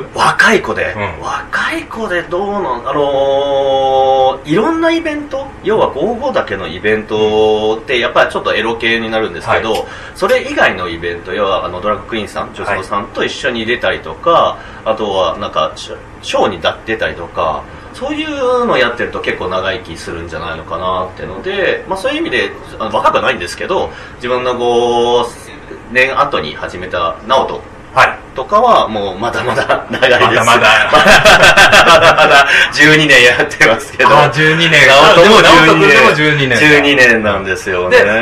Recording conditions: busy venue